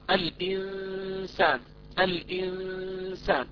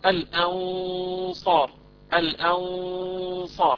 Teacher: في مثال الإنسان الغنة مرققة فتقرأ الإنسان، الإنسان. أما في حالة كلمة الأنصار الغنة مفخمة فتقرأ الأنصار، الأنصار، فيها شيء من التفخيم.